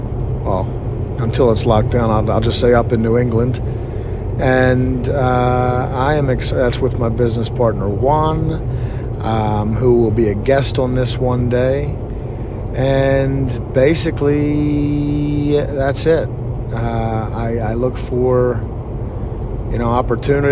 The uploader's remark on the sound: On my way home from work. I was 17 minutes away when I began recording.